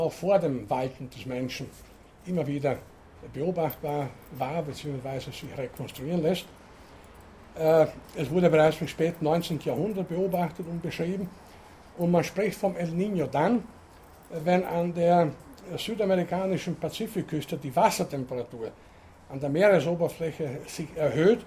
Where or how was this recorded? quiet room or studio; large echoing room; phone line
large echoing room